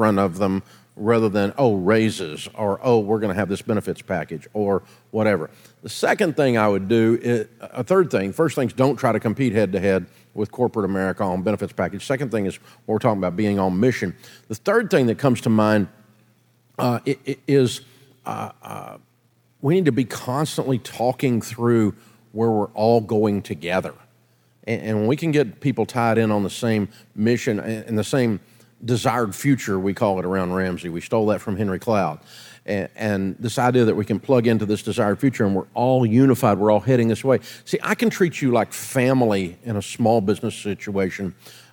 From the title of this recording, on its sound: Takes Live Questions From EntreLeadership Summit